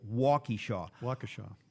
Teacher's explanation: Emphasis on first syllable, short E on second syllable.